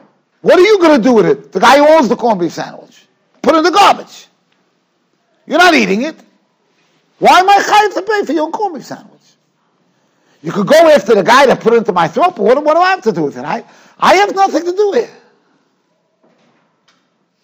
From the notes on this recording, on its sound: Shiur recorded in Yeshivas Ohr Reuven, Monsey, NY.